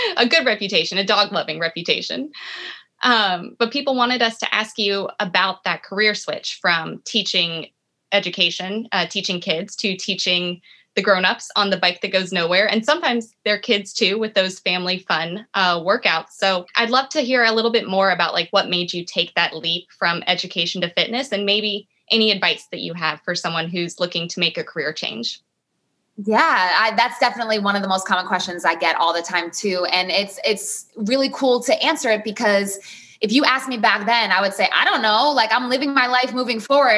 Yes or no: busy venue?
no